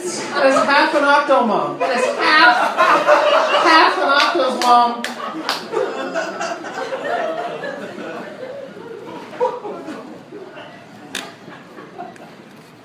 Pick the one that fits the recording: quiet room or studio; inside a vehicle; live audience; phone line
live audience